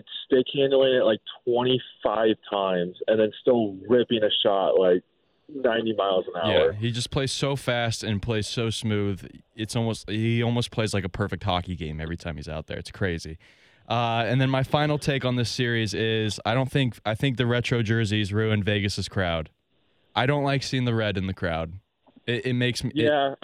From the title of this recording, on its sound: On The Phone